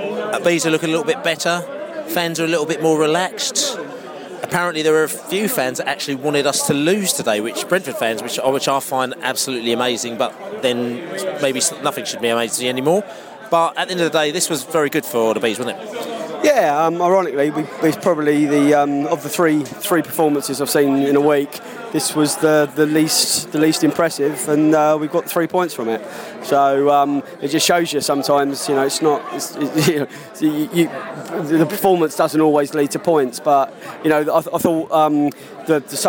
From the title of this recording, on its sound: post match podcast from the pub